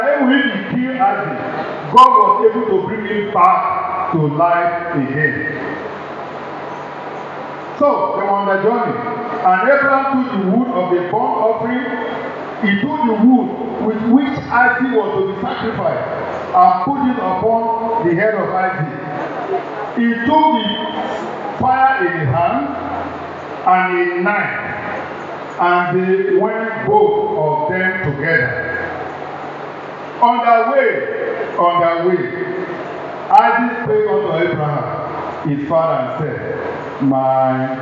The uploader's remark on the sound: Recording of Sunday sermon